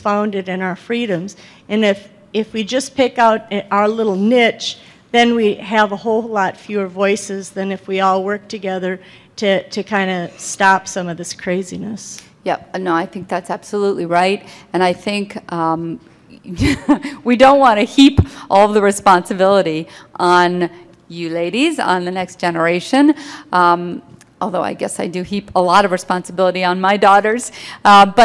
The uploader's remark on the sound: remarks were delivered during the Clare Boothe Luce Policy Institute's Midwest Women's Summit in April 2015 in Minnesota.